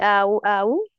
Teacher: همزة من اقصى الحلق ومفتوحة مجهورة من الجوف كامل